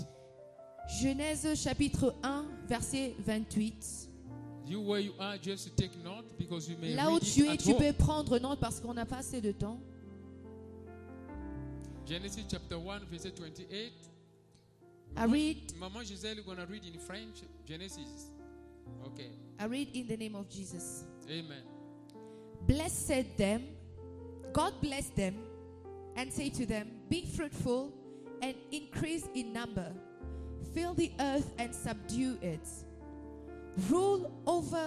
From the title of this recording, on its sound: Sunday Live Service